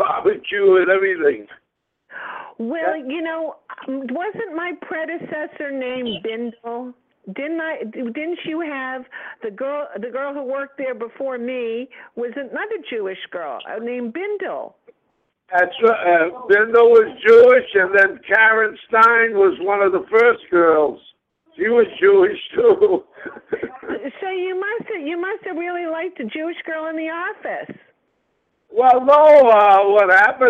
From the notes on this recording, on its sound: surprise guests are expected to call